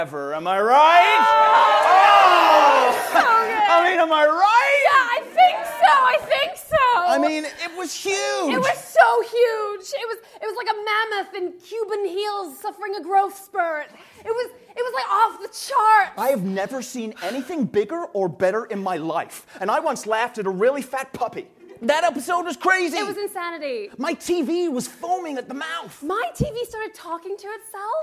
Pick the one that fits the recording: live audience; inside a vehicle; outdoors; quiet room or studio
live audience